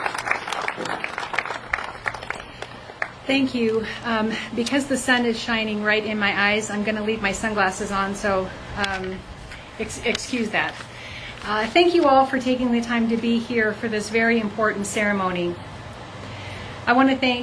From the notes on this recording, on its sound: Members of the Montana Veterans Memorial Association held the Memorial Day Ceremony on 2 p.m. Youth assigned to local Boy Scout troops lead the participants and audience in the "Pledge of Allegiance."